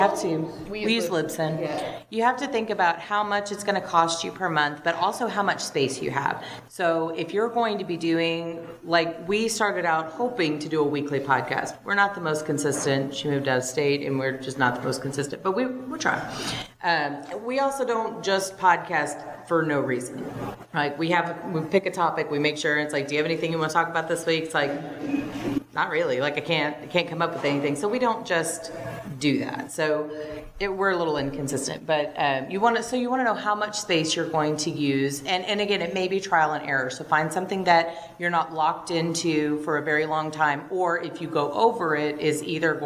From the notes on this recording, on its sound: Women in Podcasting Panel (Houston Comicpalooza).